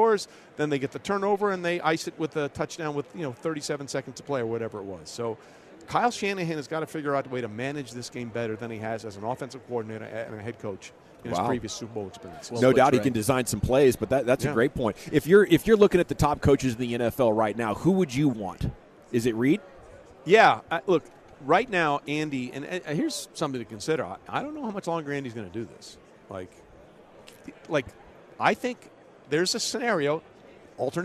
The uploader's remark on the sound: live from Super Bowl Radio Row